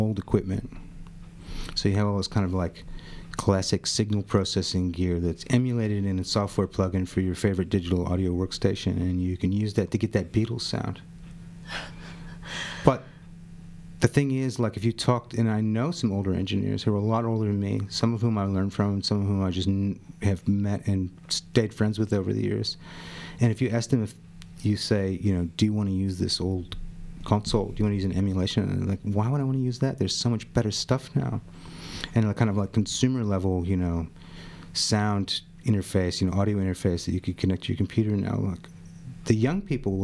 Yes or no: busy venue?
no